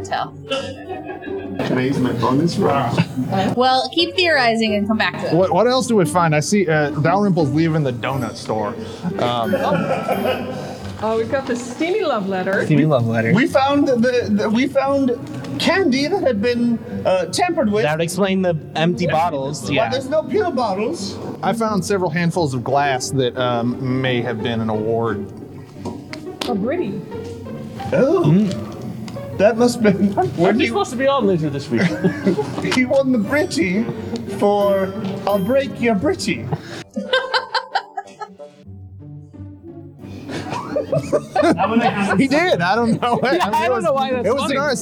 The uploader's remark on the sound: Listen along with our live audience